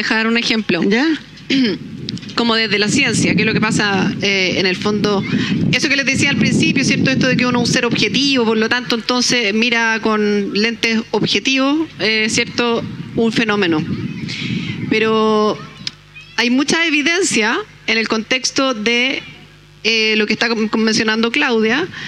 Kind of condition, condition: setting, busy venue